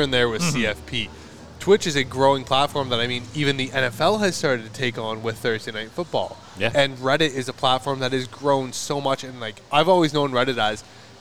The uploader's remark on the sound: a Bonus episode from our live session at Daft Brewing